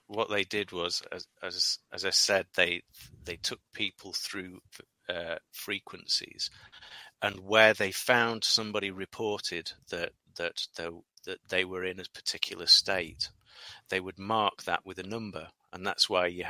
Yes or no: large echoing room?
no